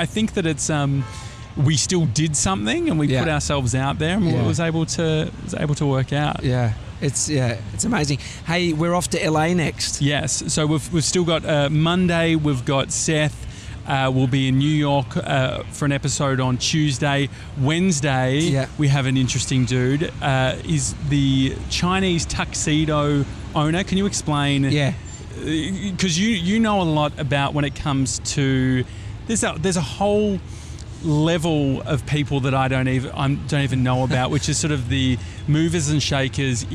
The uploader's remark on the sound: we're live from outside The Flatiron Building